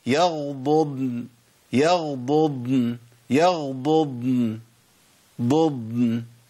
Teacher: الضاد الاولى متحركه بالضم والضاد الثانيه ساكنه، يبقى باين الفرق بينهم · Term: لازم ابين الضادين